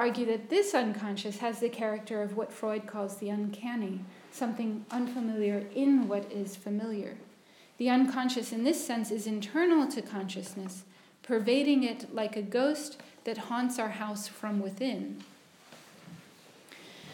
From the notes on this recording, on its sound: at Senate House in London (29/01/2020, 16-18:00) for the London Aesthetics Forum